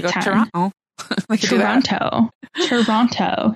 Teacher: It's true, there's no second T.